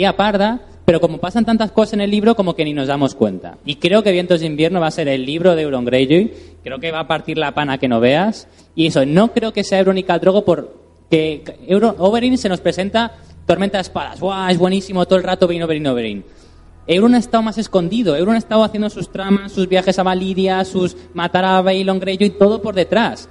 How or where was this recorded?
live audience